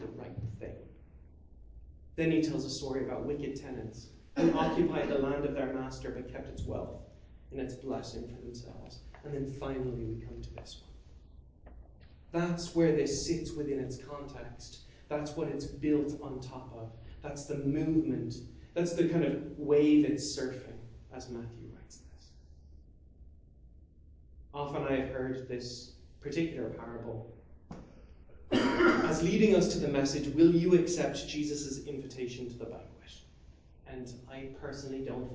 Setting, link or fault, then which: setting, large echoing room